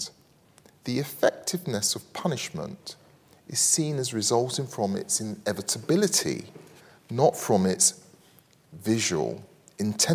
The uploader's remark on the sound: recorded on 25 May 2023 at Barnard's Inn Hall, London